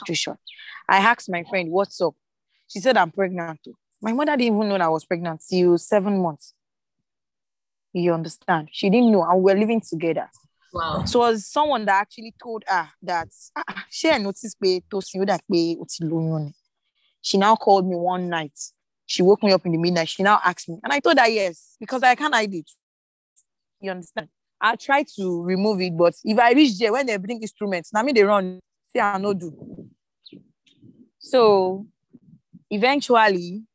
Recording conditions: video call